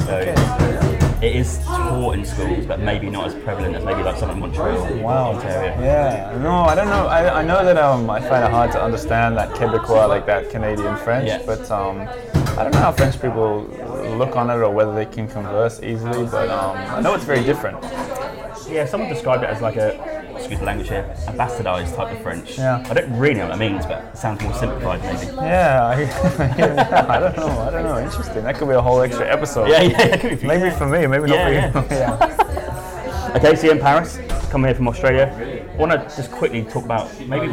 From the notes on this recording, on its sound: For a coffee in a Parisien cafe for an in-person chat. We are in a trendy cafe so there will be some background noise.